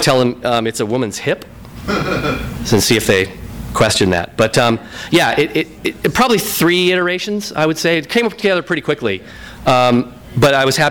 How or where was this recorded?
live audience